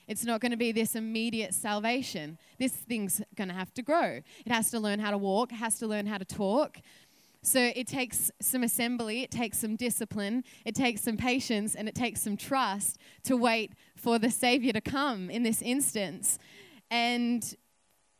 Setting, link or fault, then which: setting, live audience